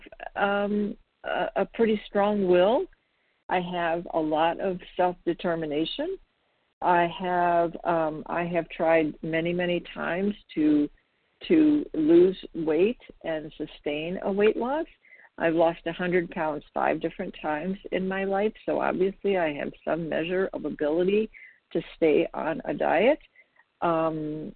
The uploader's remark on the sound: the 100 Pounders Phone Meeting